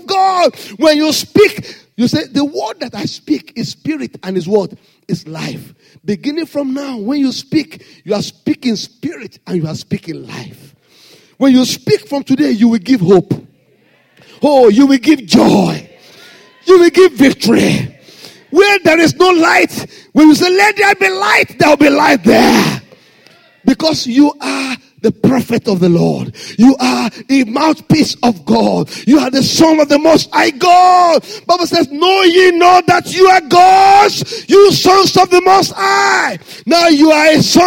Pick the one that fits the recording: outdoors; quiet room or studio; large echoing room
large echoing room